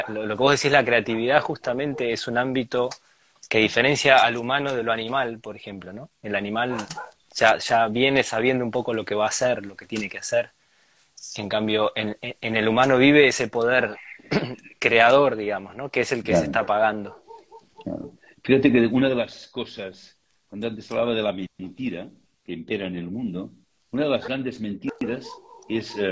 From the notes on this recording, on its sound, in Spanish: Audio de la charla en vivo por Instagram